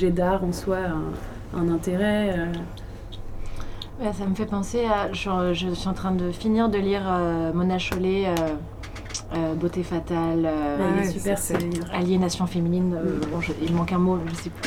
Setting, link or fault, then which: setting, busy venue